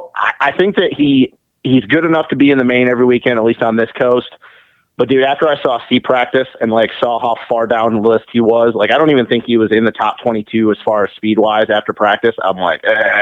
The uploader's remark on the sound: get on the phone to talk